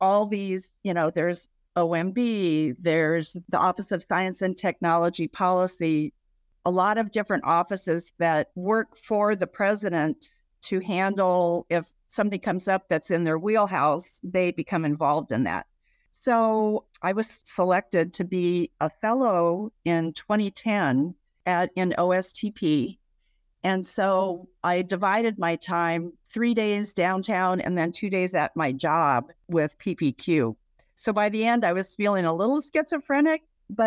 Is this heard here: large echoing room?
no